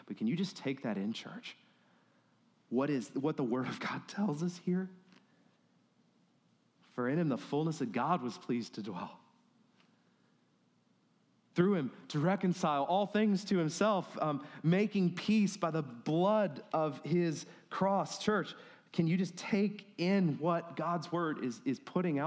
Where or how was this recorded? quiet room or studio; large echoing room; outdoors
large echoing room